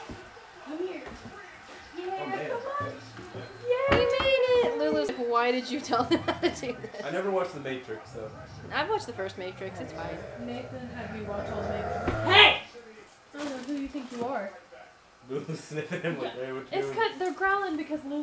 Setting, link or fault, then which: fault, background noise